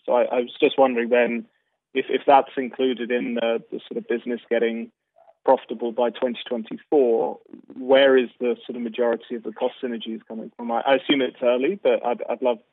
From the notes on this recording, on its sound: Have presented the transaction in a conference call with FLSmidth investors.